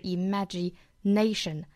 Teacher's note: 这个单词有五个音节那么重读是在第四个音节